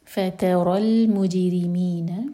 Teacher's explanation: فترى المجرمین، جیم پر قلقلہ، را کے نیچے کسرہ تو را باریک